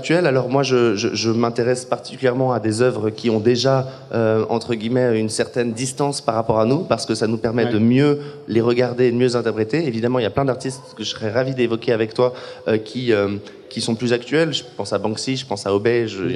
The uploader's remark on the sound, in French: Episode Spécial Live à HOBA. Cet épisode était enregistré chez HOBA, un lieu qui accueille des événements autour de l'alimentation durable.